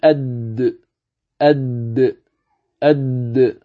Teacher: حرف الدال من طرف اللسان مع أصول الثنايا العليا